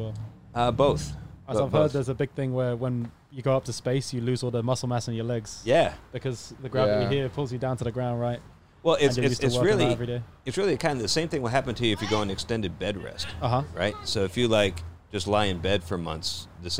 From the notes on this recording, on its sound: Joins the boys in the truck.